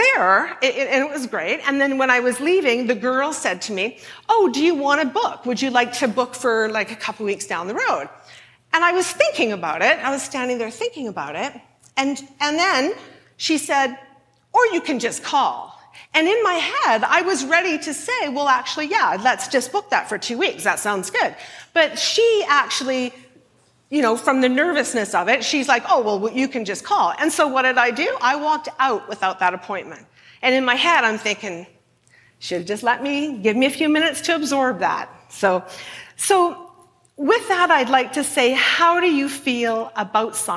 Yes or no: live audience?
yes